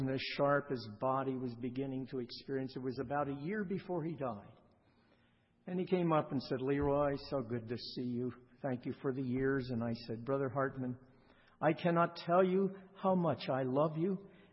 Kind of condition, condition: setting, large echoing room